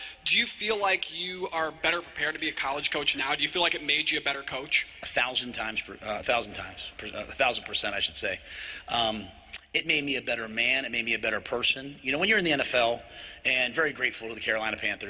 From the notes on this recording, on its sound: Introductory Press Conference.